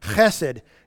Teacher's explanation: You got to have a little bit of a guttural, clear your throat there.